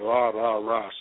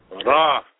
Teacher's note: So this is a rolling R sound, and it's a voluminous letter, a semi-voluminous letter, meaning it has a little volume to it. It's not flat like A or Ta, but it has a little echo in it, and you can hear it a little bit more pronounced.